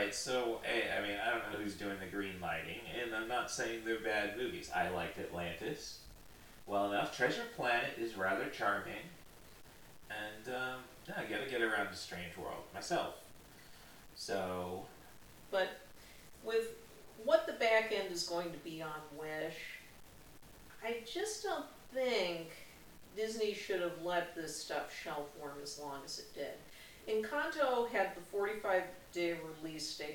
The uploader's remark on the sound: Too bad the mics were not set up ideally. The audio can be heard with a bit of static.